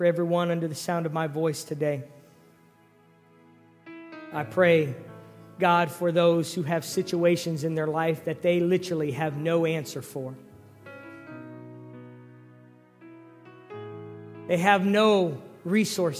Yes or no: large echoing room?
yes